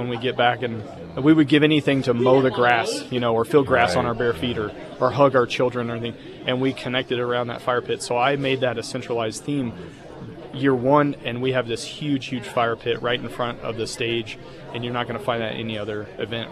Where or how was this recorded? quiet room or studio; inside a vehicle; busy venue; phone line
busy venue